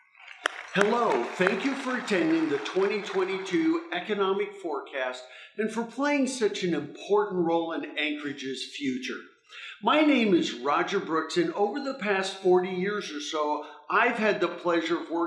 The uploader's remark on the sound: RECORDED: Tuesday, March 1, 2022 at the Dena’ina Center in Anchorage. This week’s episode of Addressing Alaskans features the Anchorage Economic Development Corporation’s 2022 economic forecast luncheon. RECORDED: Tuesday, March 1, 2022 at the Dena’ina Center in Anchorage.